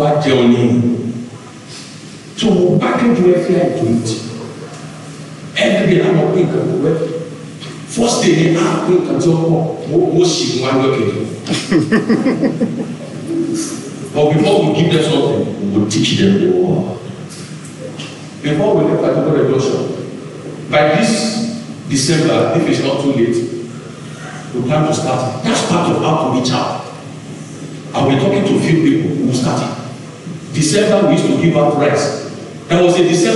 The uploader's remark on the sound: Covenant Champions Global Assembly LIVE Service